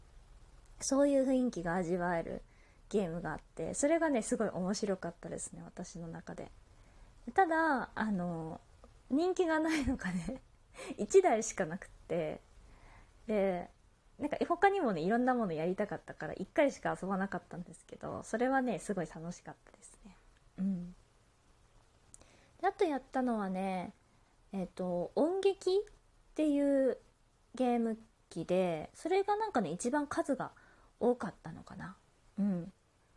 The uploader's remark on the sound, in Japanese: 自宅でスマホによる収録のため様々な騒音が収録されています、ご了承ください。キッチンのすみっこで。